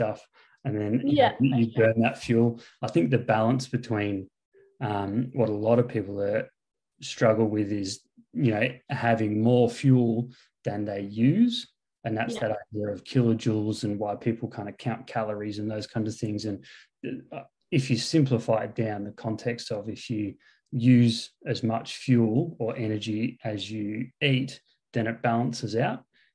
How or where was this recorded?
video call